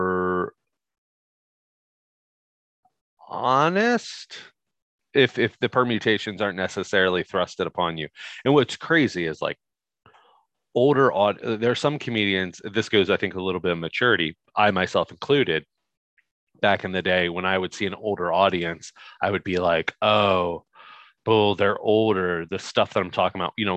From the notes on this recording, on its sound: This is the original Zoom Audio.